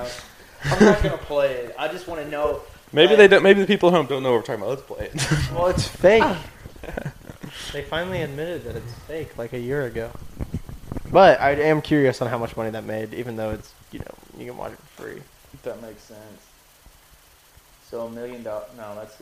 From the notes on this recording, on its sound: This time with all 4 members. The quality is still not exactly where we want it on the audio side.